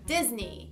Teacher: Então, tem esse D, tipo D, D. E aí, o finalzinho é ni, não é ney